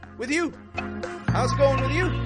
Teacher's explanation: Peaking your tone up on that with you.